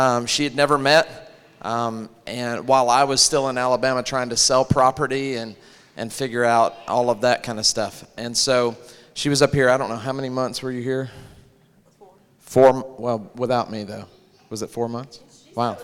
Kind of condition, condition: setting, large echoing room